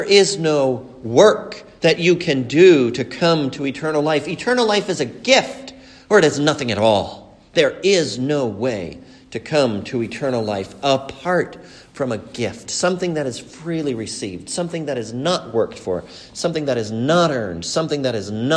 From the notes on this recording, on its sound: A sermon preached at the funeral service